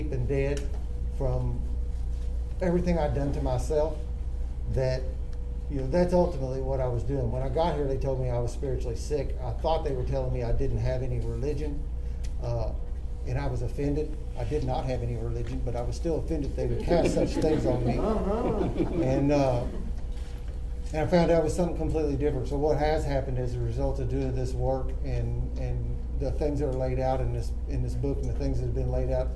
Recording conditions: busy venue